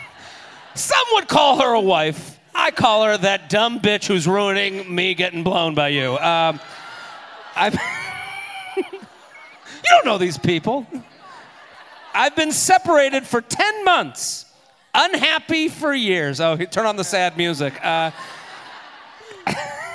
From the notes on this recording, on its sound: Head to Boston for a very special episode recorded live at The Wilbur Theater.